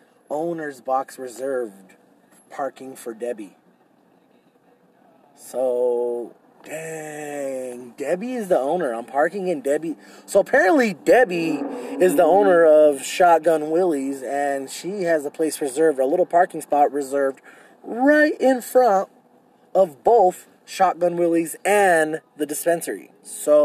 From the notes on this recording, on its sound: Here's a special Drive & Pod episode I recorded while on a daring mission out in the midst of covid-19 to find and purchase "Toilet Paper".